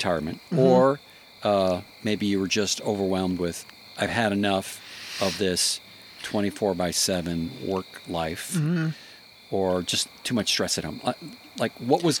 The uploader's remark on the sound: fire pit in Suwannee, GA